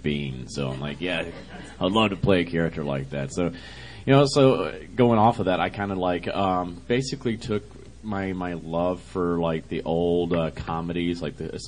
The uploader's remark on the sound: Pop Rock n' Horror Convention | Gettysburg, PA | June 2, 2019